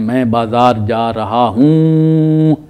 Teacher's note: ہمارے اردو میں تو غنہ ہے نا، جس کو ہم بولتے ہیں میں بازار جا رہا ہوں، آواز ناک میں آتی ہوں، اس طرح کی آواز آنی چاہیے، غنے کی آواز آنی.